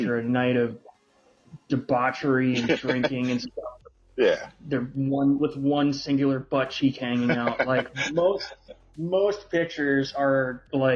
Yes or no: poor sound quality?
yes